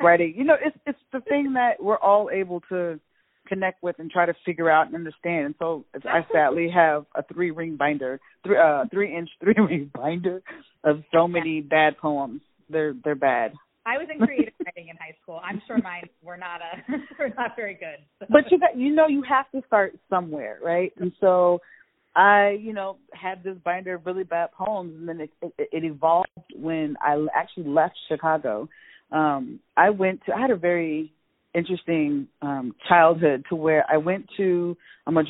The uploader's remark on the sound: joins the podcast via phone